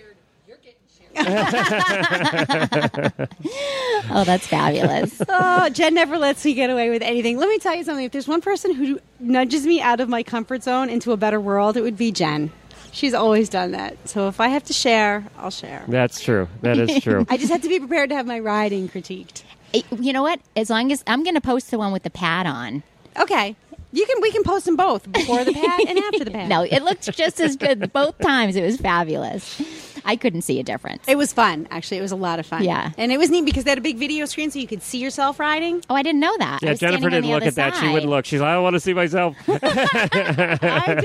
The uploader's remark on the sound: Live from AETA with a pile of guests.